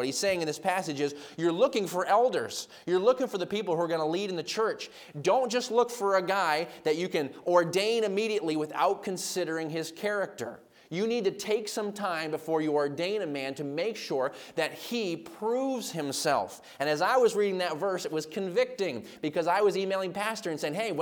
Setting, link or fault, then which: setting, large echoing room